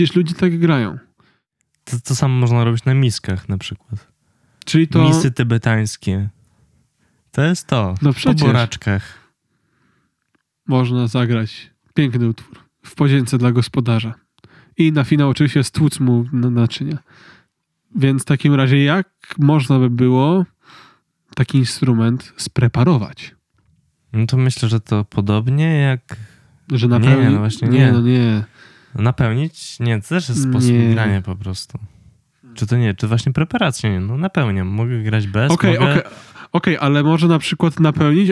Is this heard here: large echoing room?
no